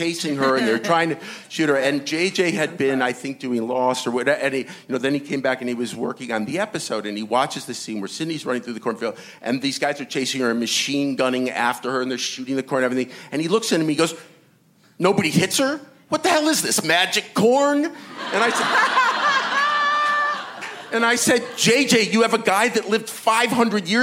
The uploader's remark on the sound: Recorded at ATX Television Festival